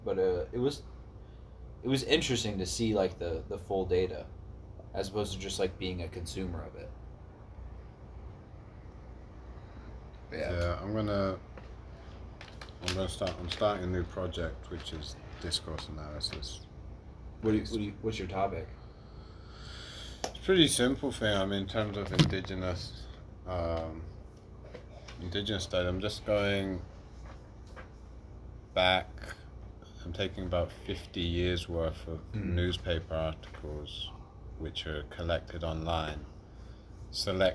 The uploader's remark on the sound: A Couple Boys Stop by the Studio. It was recorded spur of the moment so the audio isn’t optimal.